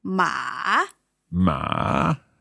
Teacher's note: the third tone is going down and up.